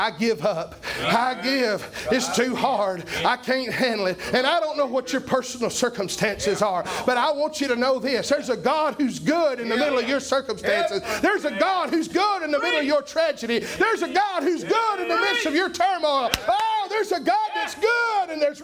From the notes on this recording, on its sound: was preached October 31, 2021 at Triumphant Baptist Church in Athens, TN.